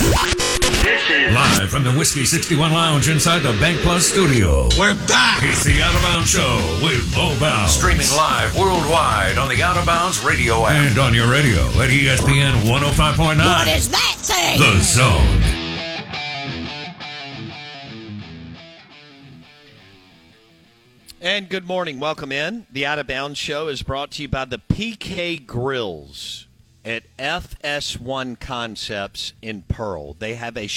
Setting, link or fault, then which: link, phone line